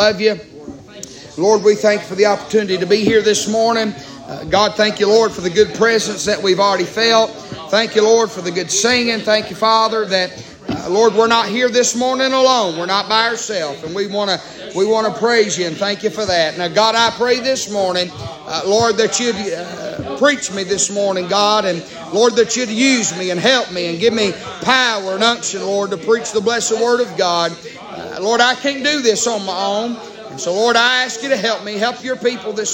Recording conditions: large echoing room